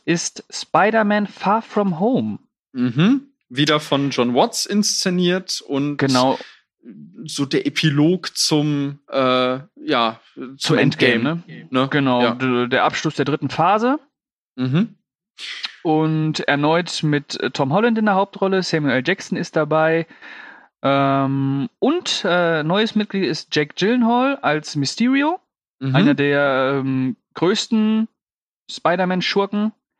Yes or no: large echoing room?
no